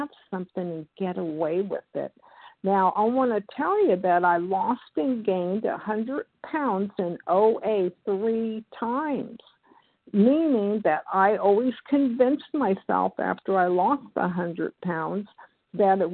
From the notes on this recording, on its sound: from the 100 Pounders Phone Meeting, 5/10/23